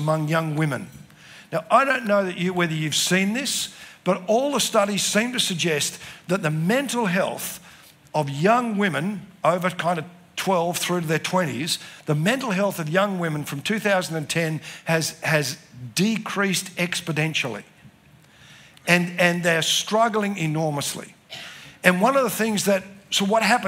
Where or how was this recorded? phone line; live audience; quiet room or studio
live audience